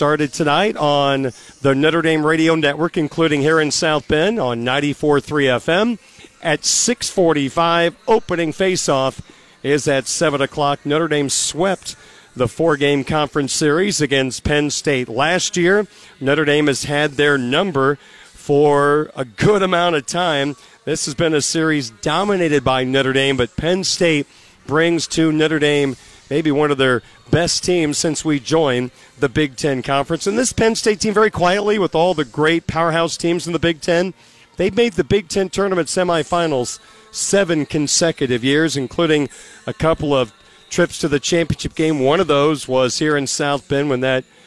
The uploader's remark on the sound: Live at the Compton Family Ice Arena ahead of tonight’s hockey game.